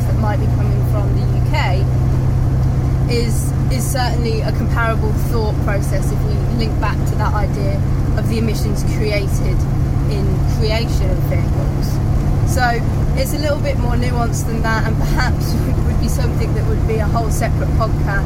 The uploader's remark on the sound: All recorded from my 1968 Morris Minor, Peggy.